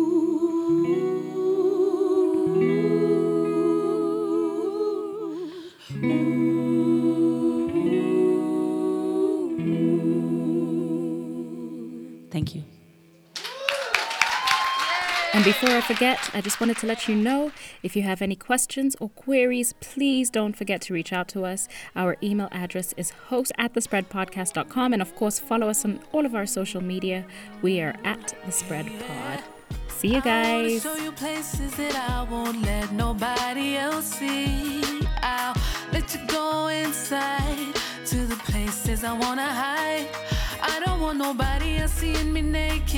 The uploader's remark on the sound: Enjoy some soothing LIVE music that was performed at our last LIVE recording.